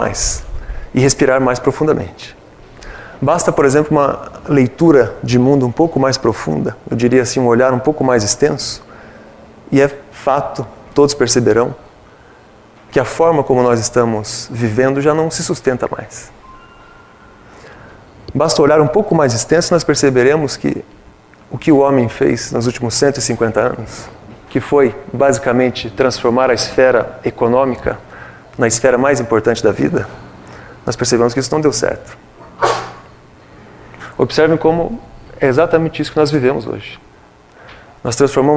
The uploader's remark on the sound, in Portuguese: Palestra ao Público.